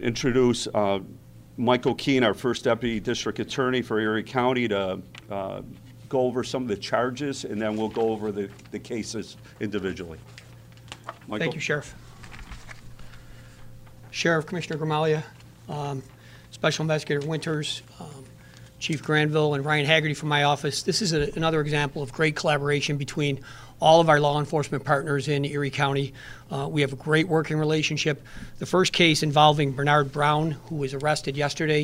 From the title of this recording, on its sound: Erie County Sheriff's Office press conference